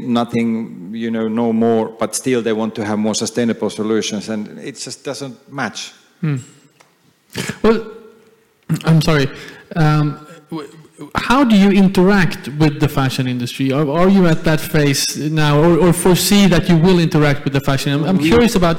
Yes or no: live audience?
yes